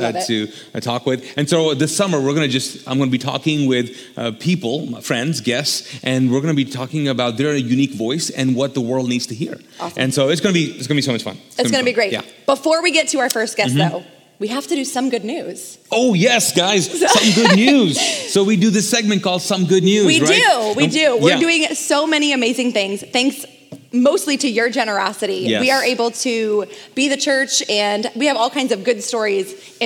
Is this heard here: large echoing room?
yes